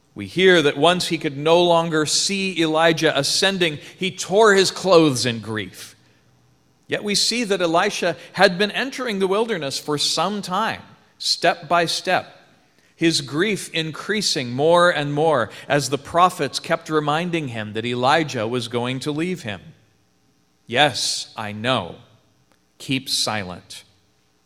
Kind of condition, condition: setting, large echoing room